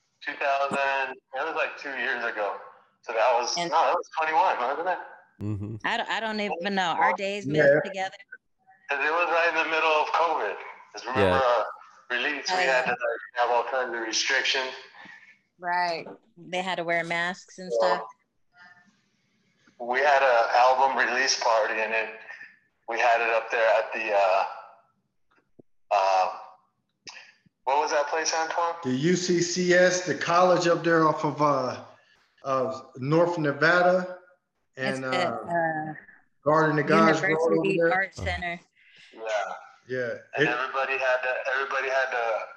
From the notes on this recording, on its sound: call in to the podcast